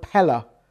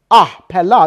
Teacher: Starts p. L is the tongue on the top of the palate, deeper in. Ah, pella, the aleph at the end, is guttural.